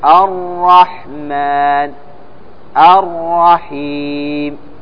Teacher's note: التكرار، مثل الرحيم الرحمن، فتكون المشددة ماذا؟ عبارة عن راءين، فأنت لا تكرر أكثر من راءين، فتقول الرحمن الرحيم. · Term: إخفاء تكرير الراء